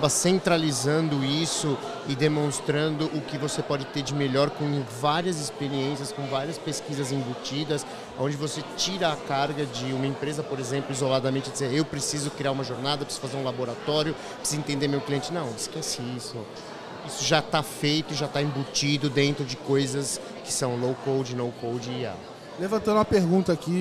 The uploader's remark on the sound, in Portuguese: episódio gravado especialmente no Fintouch 2022